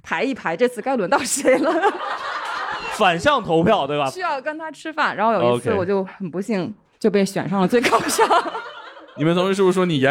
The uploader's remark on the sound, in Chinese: 以及现场各行各业的听众。线下演出。